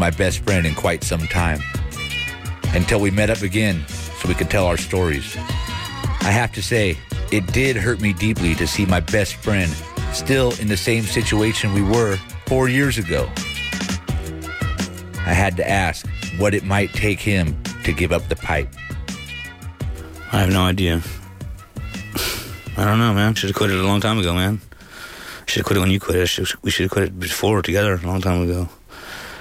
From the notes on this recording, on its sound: we will open up the phone lines